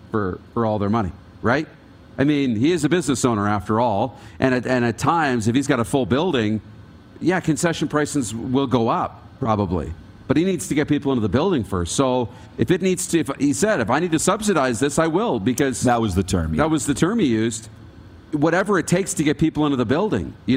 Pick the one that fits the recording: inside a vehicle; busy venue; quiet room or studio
busy venue